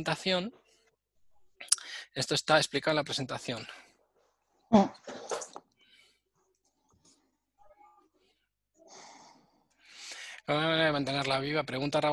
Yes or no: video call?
yes